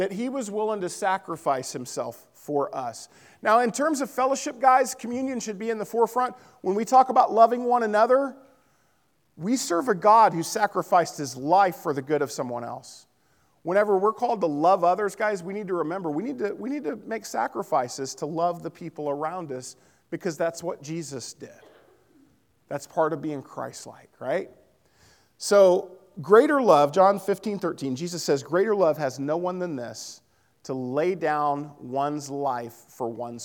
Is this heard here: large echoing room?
yes